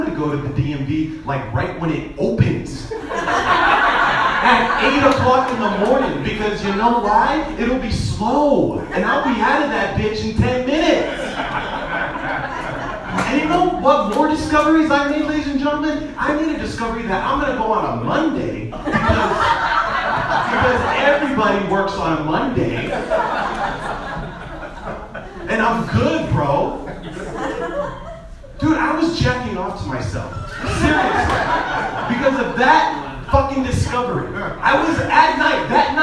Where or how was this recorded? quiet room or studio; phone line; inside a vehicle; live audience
live audience